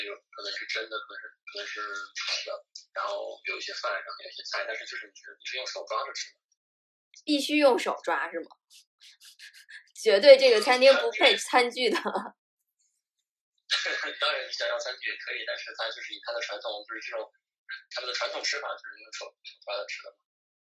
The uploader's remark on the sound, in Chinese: 电话连线不可避免有杂音，见谅